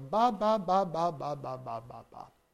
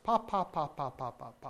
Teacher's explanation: you turn off the voice a little early, you get a different sound. · Shown in: second take · Oh, that's cool. · Term: unvoiced